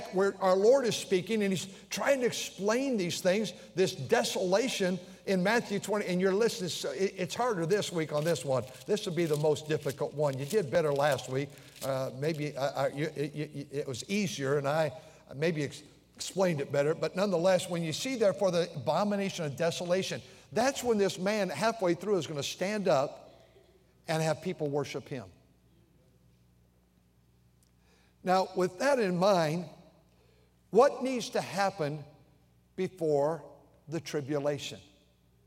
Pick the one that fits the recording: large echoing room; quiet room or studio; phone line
large echoing room